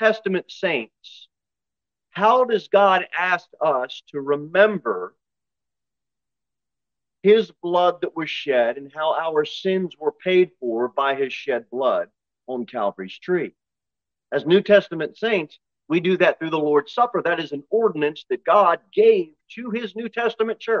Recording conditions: large echoing room